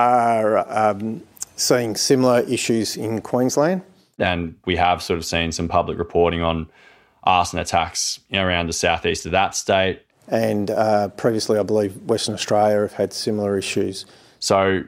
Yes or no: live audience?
no